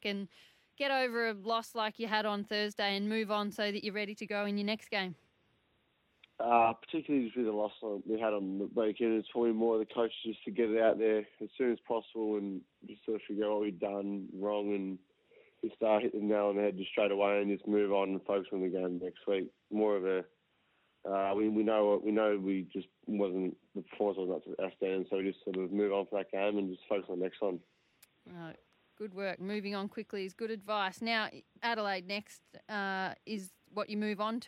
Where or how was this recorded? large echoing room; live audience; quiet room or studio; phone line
phone line